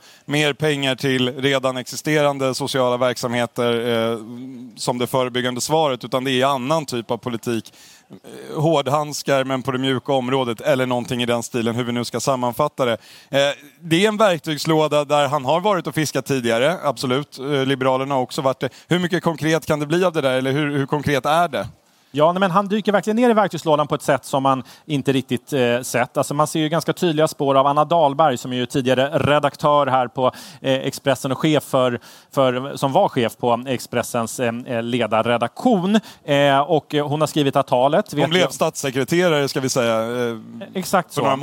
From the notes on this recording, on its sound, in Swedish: live från Almedalsveckan i Visby